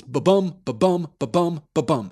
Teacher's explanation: This poem is composed in iambic tetrameter. That is 4 feet of unstressed, stressed syllables.